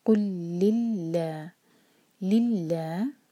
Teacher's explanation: یہاں پہ لام لام جلالہ لائٹ ہوگا کیونکہ اس سے پہلے لی ہے، کسرہ ہے. اور اللہ تعالیٰ کے نام میں جو الف ہے وہ چھپا ہوتا ہے تو لا ہمیشہ دو حرکہ ہی ہوتا ہے.